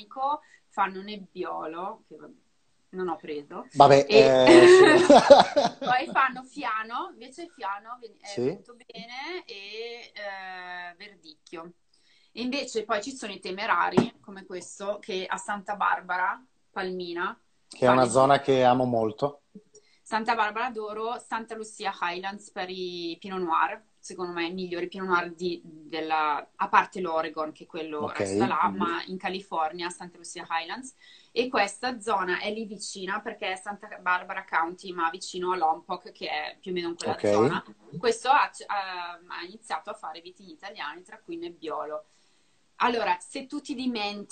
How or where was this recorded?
video call